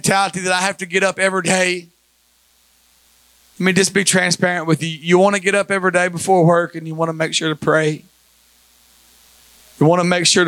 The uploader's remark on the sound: Recorded at Life Apostolic Church of Madisonville, KY.